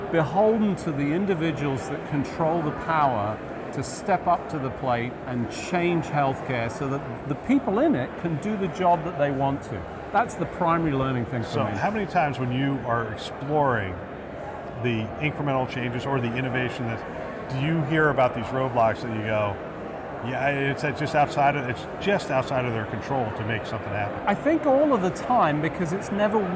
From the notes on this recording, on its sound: an Interview in Action live from CHIME’s Fall Forum